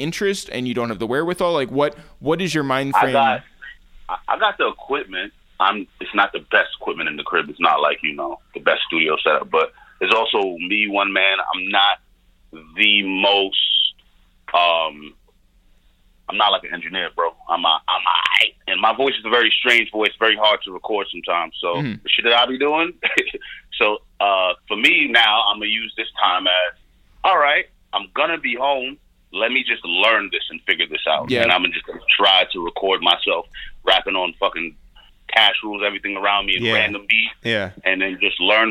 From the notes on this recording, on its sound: we make calls from our Upper West Side apartment